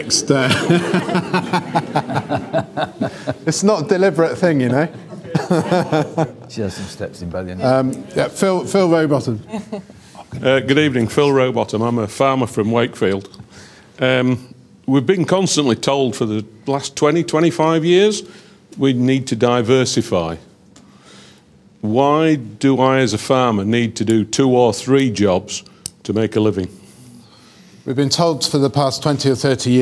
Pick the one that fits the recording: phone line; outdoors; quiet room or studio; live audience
live audience